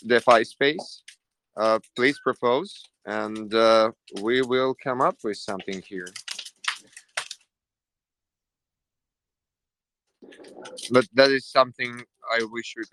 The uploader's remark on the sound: This is the recording of the 8th Fireside talk which took place in Humanode telegram voice chat on July 28th, 2021.